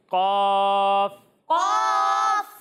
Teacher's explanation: اتنا زیادہ موٹا نہیں پڑھنا کہ قوف بن جائے